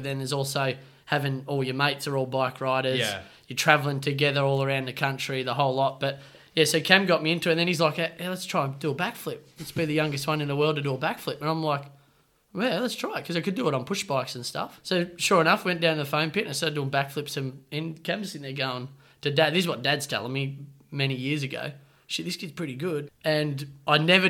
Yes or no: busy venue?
no